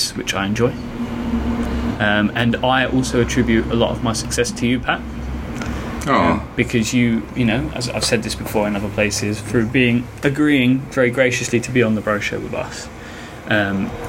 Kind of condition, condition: fault, sounds in the background